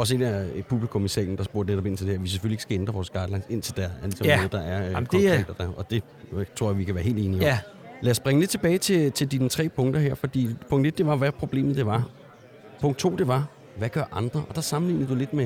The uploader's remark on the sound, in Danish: Forskningssymposium 2022. Denne gang helt fremme på scenen, hvor vi med vores podcastudstyr fangede alle talerne.